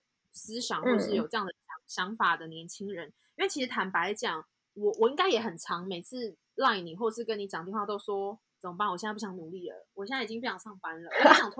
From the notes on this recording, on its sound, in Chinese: 遠端錄音可能會有1至2秒回應誤差時間。我們會想辦法克服技術問題，帶來更好的節目品質。